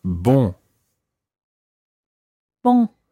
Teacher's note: the first syllable is very nasal